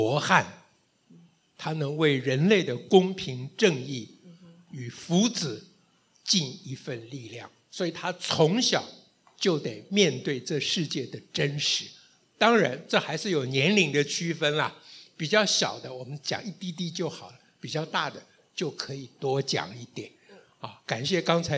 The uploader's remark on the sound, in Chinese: 台北聚賢會現場Podcast